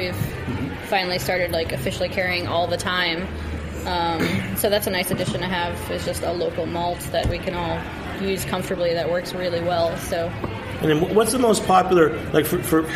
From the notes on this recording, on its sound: A special off-site recording of Beer Sessions Radio. Tune in for a special off-site recording of Beer Sessions Radio. Are at Threes Brewing joined by some of their team, a group of home brewers.